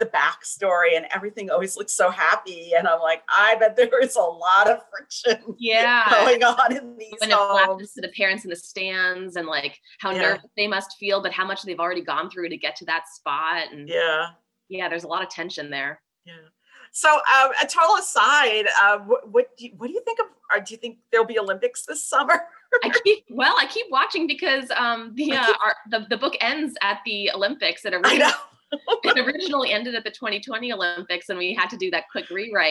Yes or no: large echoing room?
no